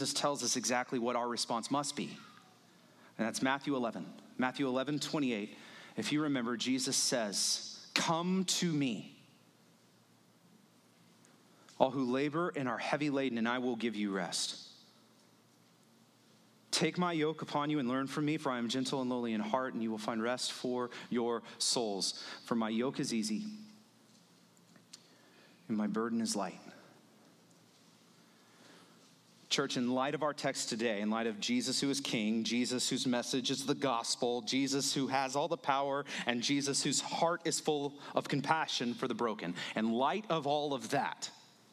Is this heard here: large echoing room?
yes